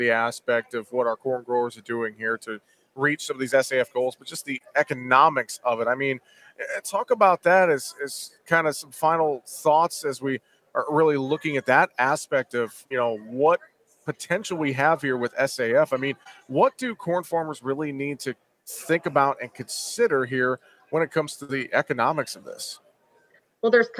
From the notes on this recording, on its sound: Talking SAF and Markets at Commodity Classic. During Commodity Classic in Houston, TX.